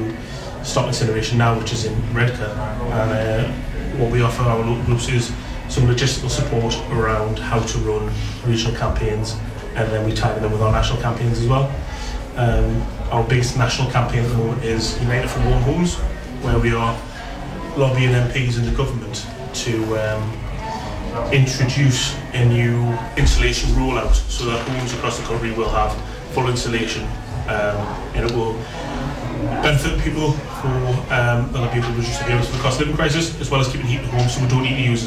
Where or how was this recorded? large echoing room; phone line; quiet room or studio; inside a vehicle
large echoing room